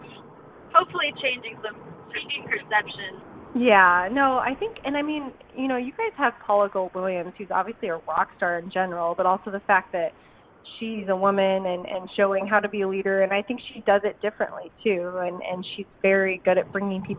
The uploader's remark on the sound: While they were putting the car through its paces, they hopped on the phone